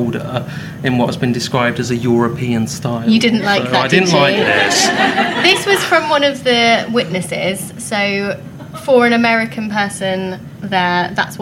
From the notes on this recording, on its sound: Our first ever live show! In front of an actual live audience! We had a blast at CrimeCon.